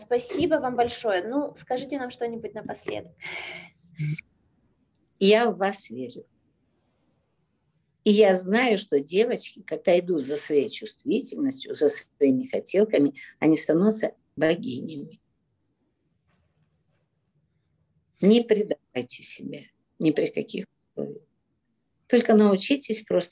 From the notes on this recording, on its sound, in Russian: Zoom-эфир. Запись прямого эфира с ответами на вопросы на тему отношений.